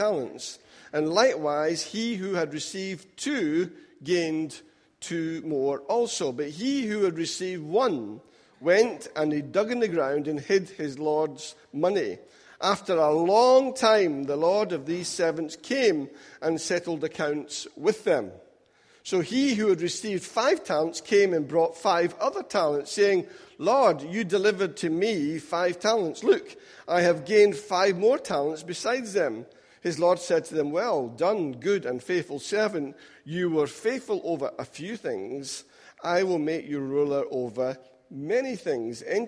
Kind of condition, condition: setting, large echoing room